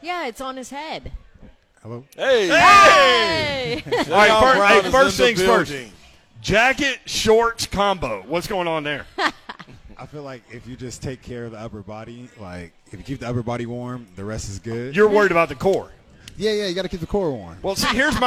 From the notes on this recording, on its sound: live at BWW